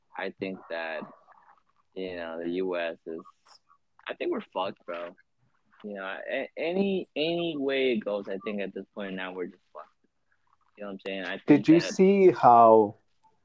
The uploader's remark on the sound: (Sorry for the bad audio issues).